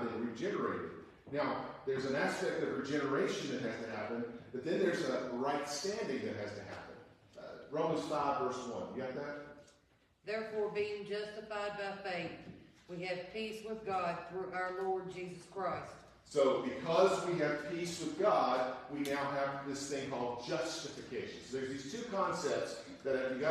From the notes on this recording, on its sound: Warning: poor audio quality!